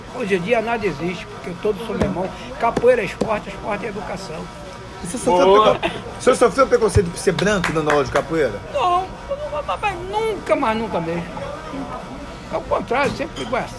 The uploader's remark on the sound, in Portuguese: Gravação feita em um botequim no subúrbio do Rj.